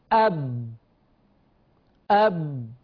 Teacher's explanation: التصادم بين الشفة العليا والشفة السفلى · Term: حرف الباء